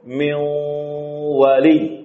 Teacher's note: mengidghamkan nun dan tanwin pada waw dan ya dengan tanpa gunnah